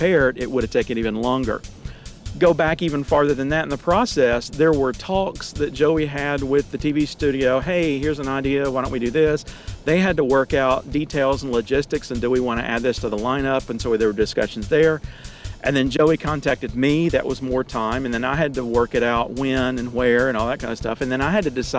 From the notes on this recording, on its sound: in my car, again!